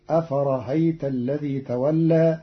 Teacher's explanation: قرأ قالون كلمة أفرأيت بتسهيل الهمزة الثانية بين بين، فتصير أفرهيت الذي تولى في لغة بعض العرب.